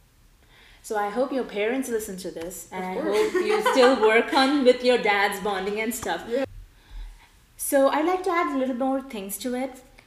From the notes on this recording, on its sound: We had to record it in my garage so please excuse the ECHOoo.